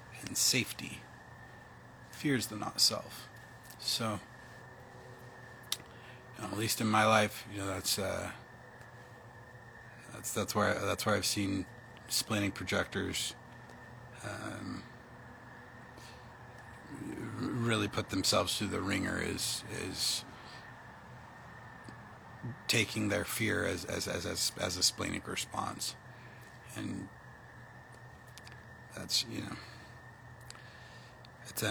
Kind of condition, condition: fault, phone or laptop microphone